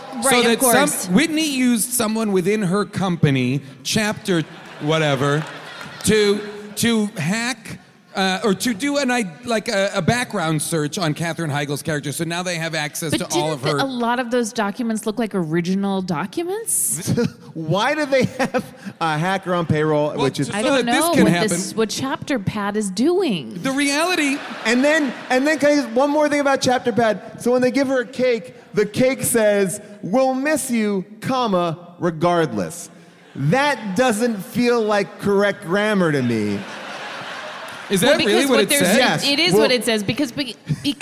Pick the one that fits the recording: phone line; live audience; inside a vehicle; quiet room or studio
live audience